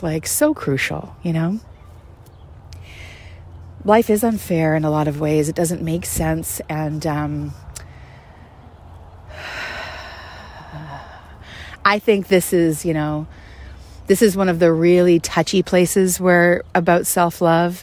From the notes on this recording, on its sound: Takes the podcast on location to a community garden nearby. This is an entirely unscripted stroll.